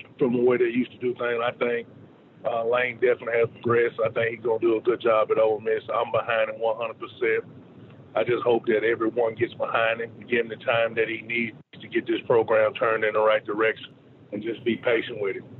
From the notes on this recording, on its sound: calls into the Modern Woodmen phone line